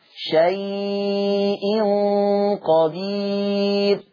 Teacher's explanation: قرأ ورش بتوسط وإشباع اللين المهموز في لفظ شيء فيقرأ شيء قدير بتوسط وإشباع اللين المهموز.